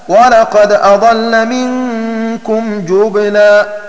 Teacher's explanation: بضم الجيم وإسكان الباء مع تخفيف اللام